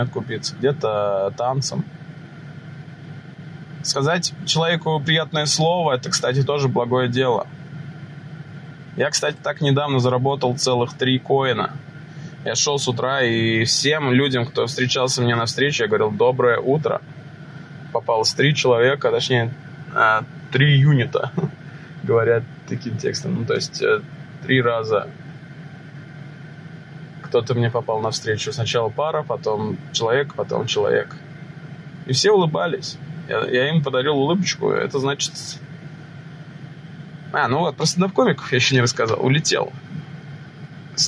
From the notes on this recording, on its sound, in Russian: Подкаст в машине по дороге на запись #этоподкаст. Извините за качество аудио, записывал на телефон в машине.